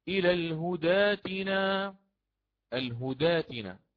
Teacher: أتى بحرف الألف، حرف المد هذا، أبدله مكان همز القطع لأن ما قبله مفتوح